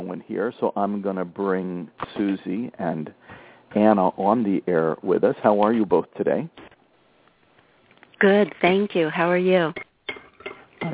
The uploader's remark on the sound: concerns from live callers